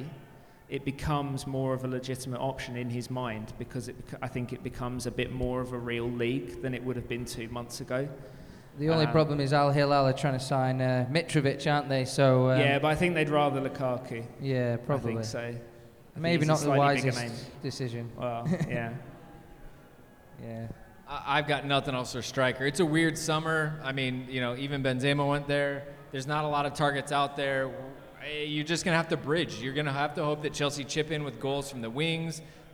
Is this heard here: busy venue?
yes